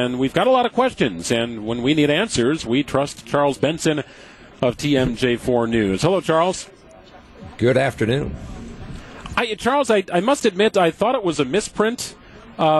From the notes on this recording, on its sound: LIVE at Summerfest Weekend 3!